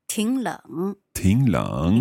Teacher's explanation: So the first third tone changes to a second tone.